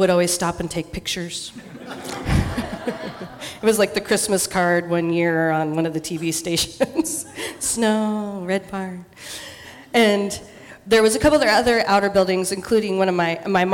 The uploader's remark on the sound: Live in Dallas, OR. Portland Story Theater.